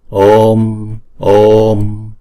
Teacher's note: Đọc hai nhịp chữ O xong rồi mới đóng chữ O đó lại bằng một Anuswara.